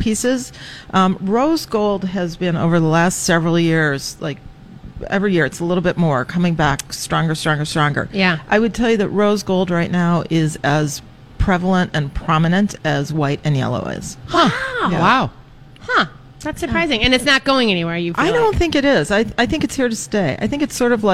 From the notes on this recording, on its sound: broadcasting live at Max's